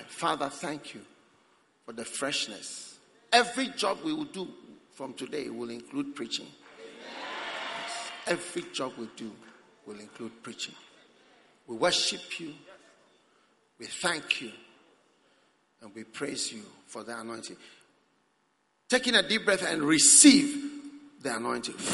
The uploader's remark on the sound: Preached at the Prophetic Encounter Service.